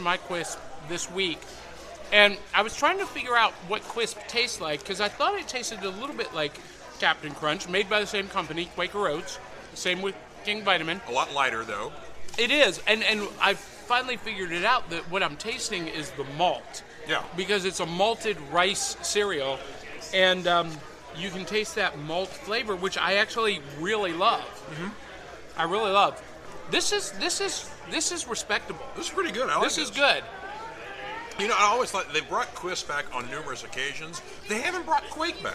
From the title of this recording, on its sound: Live From The National Corvette Museum Comic & Toy Show!